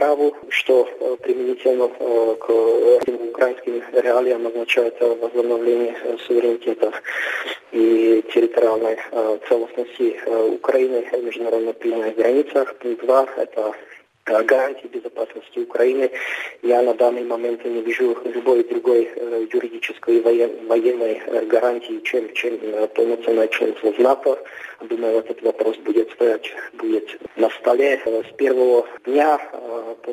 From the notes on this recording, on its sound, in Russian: Связалось по телефону со специалистом по постсоветским странам, который на момент интервью находился в Армении.